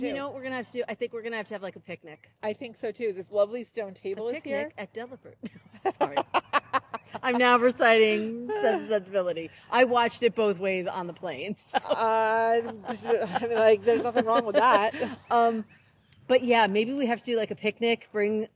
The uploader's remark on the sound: Live from the Ley Line. Record live from their local ley line.